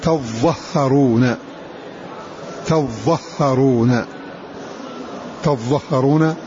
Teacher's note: فتح التاء والضاء والهاء وتشديدهما